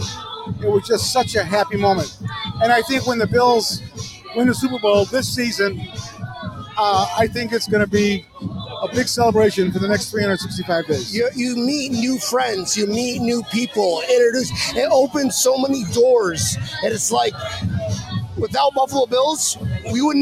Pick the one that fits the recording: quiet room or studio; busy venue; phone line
busy venue